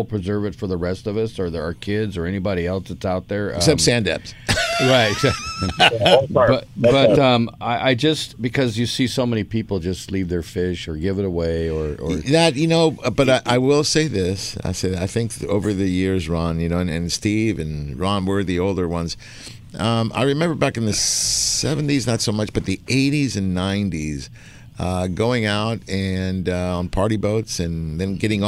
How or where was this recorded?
busy venue